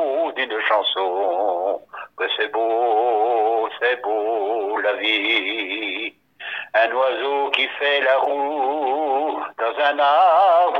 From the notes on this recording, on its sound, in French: Au téléphone